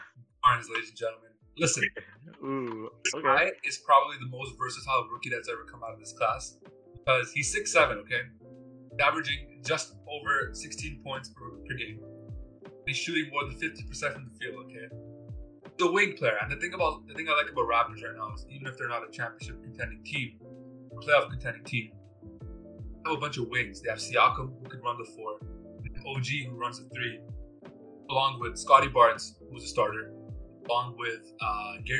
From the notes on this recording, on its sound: We also apologize for the poor sound quality